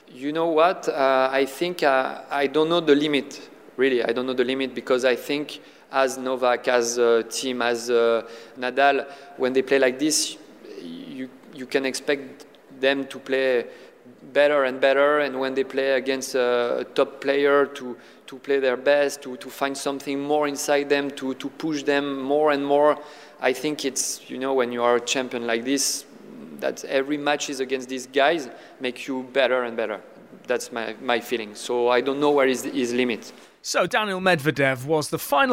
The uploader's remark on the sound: One week on from the last Nitto ATP Finals in London we bring you some of our favourite moments and chats from eight days of live broadcast at the O2.